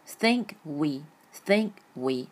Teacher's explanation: think we，所以这个 k 是吞音了